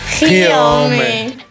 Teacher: Es necesario hacer énfasis en el he, hacerlo rápido y seco. Lo más importante es la entonación.